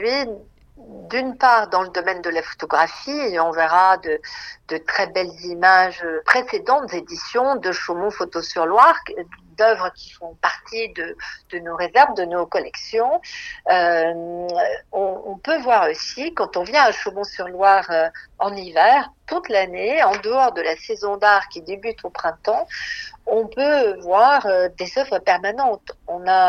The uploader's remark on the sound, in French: Enregistrement réalisé par téléphone, entre Paris et le Domaine de Chaumont-sur-Loire.